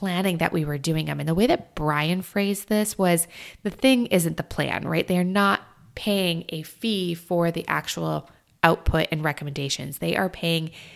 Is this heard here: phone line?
no